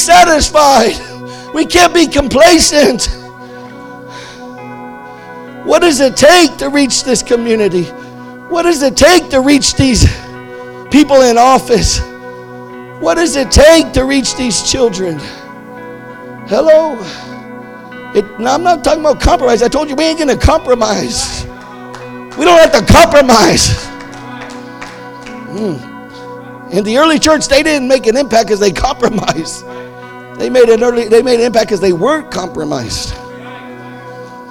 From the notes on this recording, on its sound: This is the first sermon of our Harvest Time Conference.